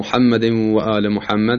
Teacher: چون نون به واو رسیده و قریب المخرج هستن ادغام صورت میگیره